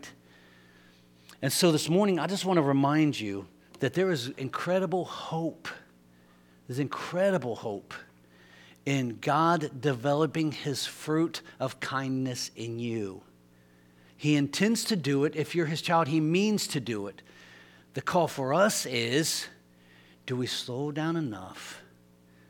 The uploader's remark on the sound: LIVE Services at Sunshine